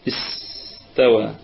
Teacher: السين نراعي فيها، طبعا الكلمة كلها مرققة، نراعي في السين صفة الهمس والرخاوة والصفير